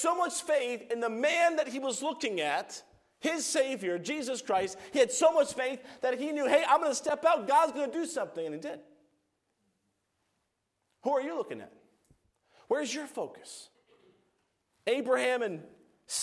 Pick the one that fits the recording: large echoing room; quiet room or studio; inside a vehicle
large echoing room